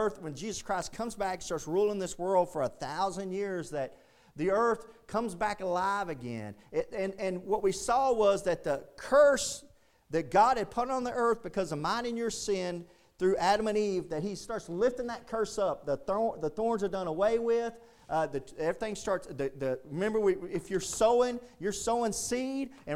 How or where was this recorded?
large echoing room